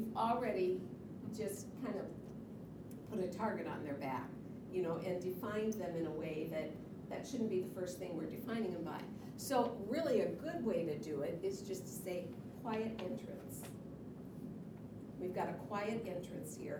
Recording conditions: live audience